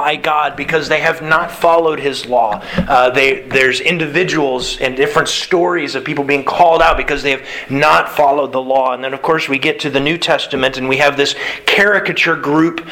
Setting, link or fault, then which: setting, large echoing room